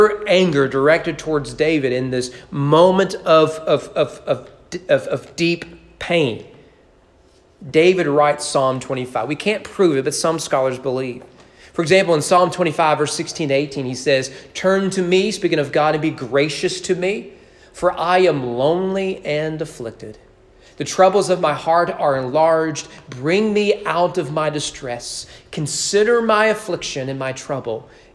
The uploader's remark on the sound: Sermon preached at East Frankfort Baptist Church on November 22, 2020 during morning worship.